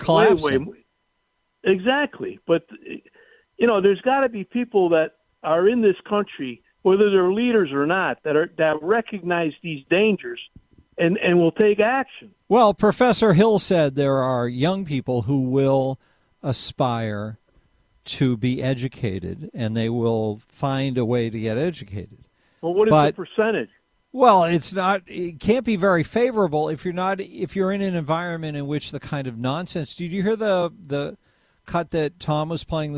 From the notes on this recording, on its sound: take some phone calls